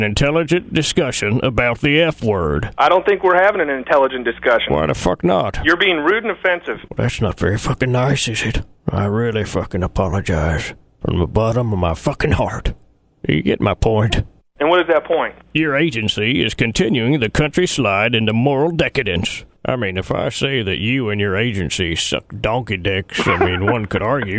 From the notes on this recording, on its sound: RBCP's Personal Prank Phone Calls Collection